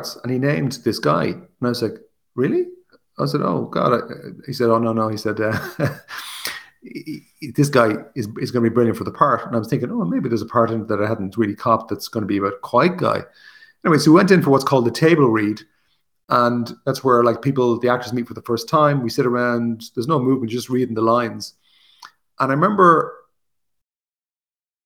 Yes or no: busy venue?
no